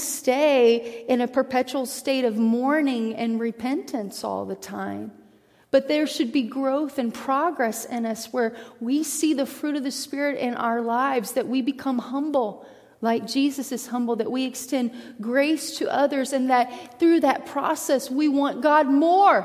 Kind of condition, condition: setting, large echoing room